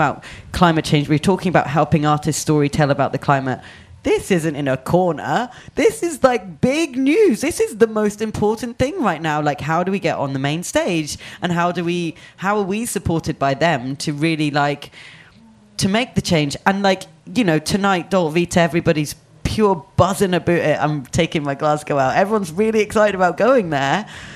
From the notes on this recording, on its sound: At the International Music Summit in April and the pair spoke in front of a live audience.